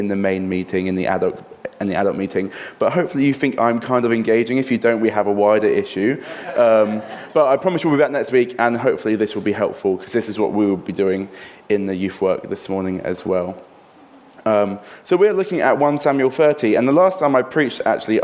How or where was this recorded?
large echoing room